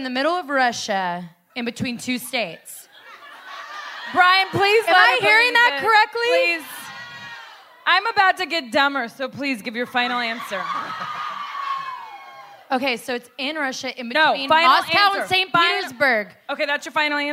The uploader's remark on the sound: live show